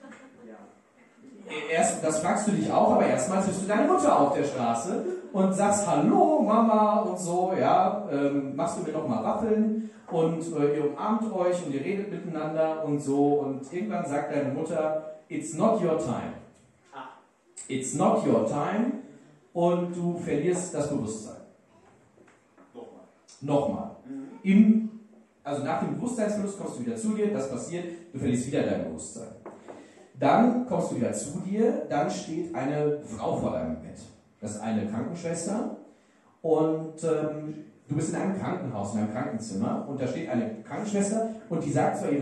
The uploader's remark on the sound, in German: Live in Lüdenscheid Teil 2